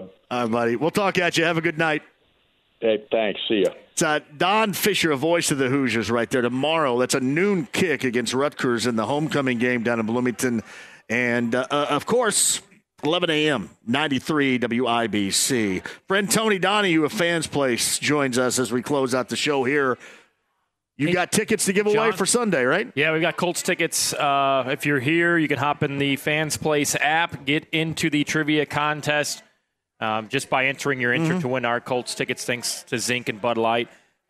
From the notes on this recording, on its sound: Live From The Slippery Noodle.